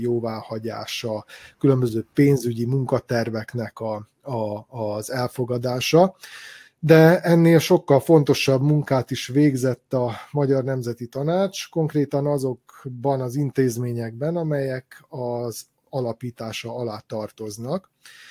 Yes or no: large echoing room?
no